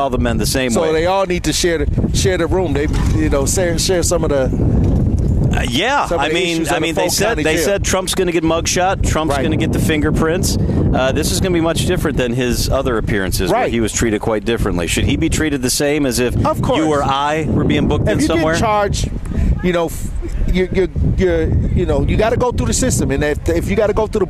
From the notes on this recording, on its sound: LIVE from the Milwaukee Night Market